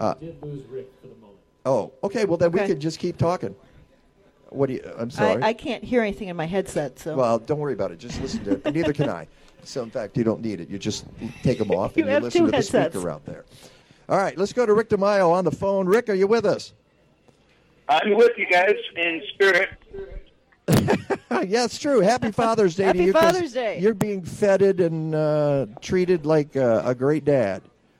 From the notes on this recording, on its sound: WCGO Radio is broadcasting live from Evanston's Custer Fair.